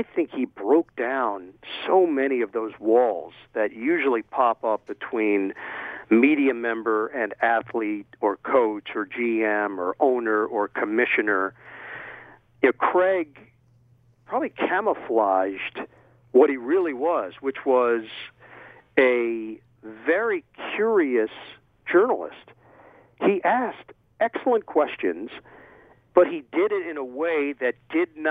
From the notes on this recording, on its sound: over the phone